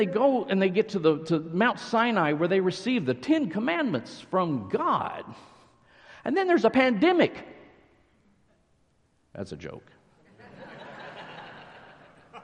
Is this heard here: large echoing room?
yes